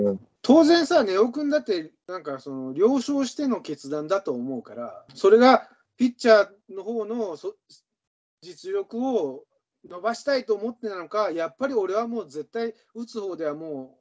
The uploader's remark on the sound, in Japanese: 今回はリモートで音声が悪いです。